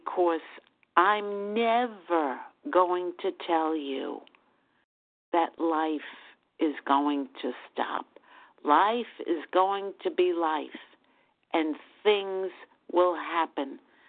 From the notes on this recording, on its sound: Qualification from the 100 Pounders Phone Meeting.